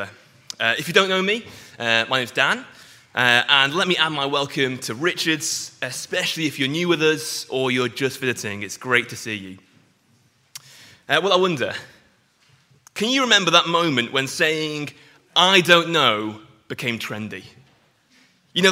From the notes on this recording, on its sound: Sunday morning sermon preached